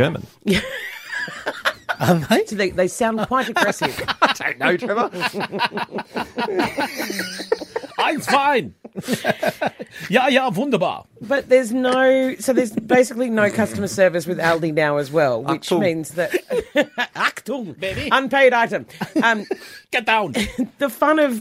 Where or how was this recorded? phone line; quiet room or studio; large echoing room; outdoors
quiet room or studio